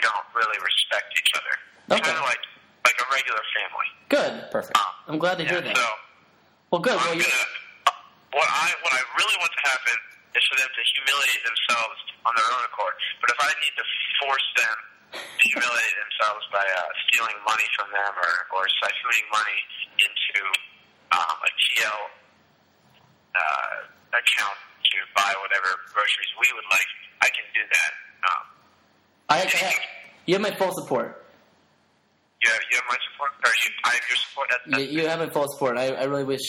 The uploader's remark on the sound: Live from House 1083 in the village. Over the phone.